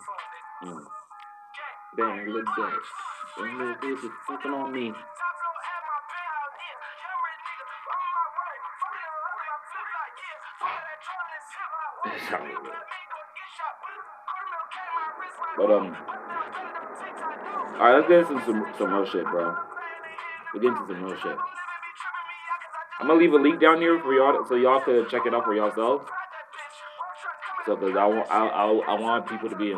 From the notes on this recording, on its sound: Sorry for the audio in advance!!